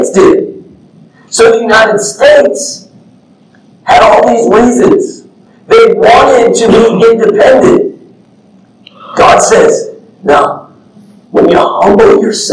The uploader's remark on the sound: The audio isn't the best due to technical difficulties, but this message was too important to not upload. I apologize, and this has since been rectified.